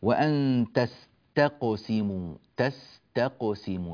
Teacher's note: وأن تستقسموا، تستقسموا، نبين التاء والسين، التاء ثم القاف والسين التي بعدها، تستقسموا تست هكذا نبين الحروف من بعضها. بعض الناس يدغم السين في التاء يقول تستقسموا بالأزلم، تستقسموا يعني لا يبين التاء الثانية، تستق تست تا تا، هذا الحرف هنا لابد من بيانه، تستقسموا بالأزلام.